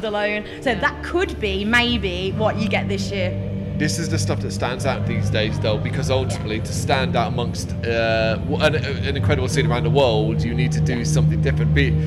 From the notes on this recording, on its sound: Live From AoniaFest V. Live at the festival.